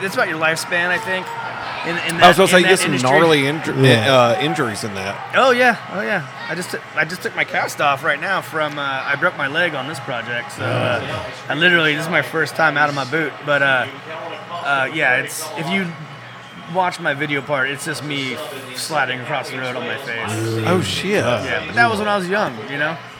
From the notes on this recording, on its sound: Live at No Quarter. Glad that NES fixed the power for all of East Nashville before we recorded.